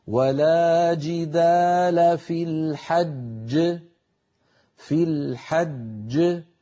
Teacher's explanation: والجيم المشددة تتألف من جيمين الجيم الأولى مدغمة والجيم الثانية كانت متحركة في الوصل فسكنت للوقف فلما سكنت للوقف · الجيم الأولى مدغمة والجيم الثانية كانت متحركة في الوصل فسكنت للوقف فلما سكنت للوقف لا بد من قلقلتها أما الأولى فهي مدغمة لا قلقلة فيها ويكون النطق هكذا ولا جدال في الحج في الحج فننطق جيمين